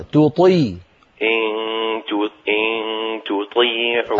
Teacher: رقق التاء وفخم الطاء